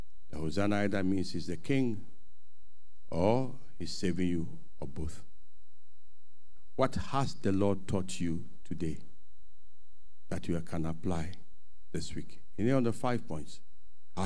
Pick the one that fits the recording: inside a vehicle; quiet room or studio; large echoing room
large echoing room